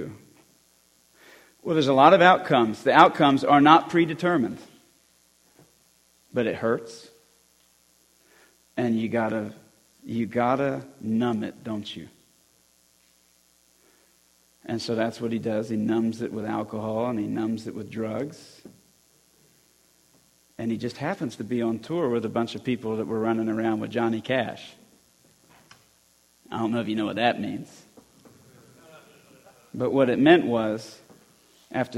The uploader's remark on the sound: Christian Men's Conference 2020 Talk 4.